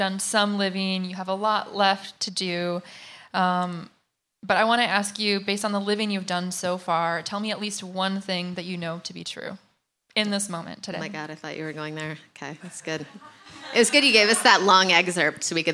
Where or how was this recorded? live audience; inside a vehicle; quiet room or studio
live audience